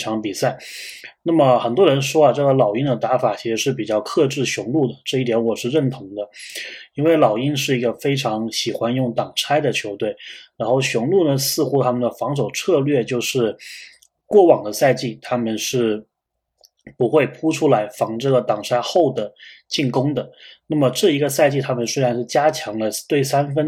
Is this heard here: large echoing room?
no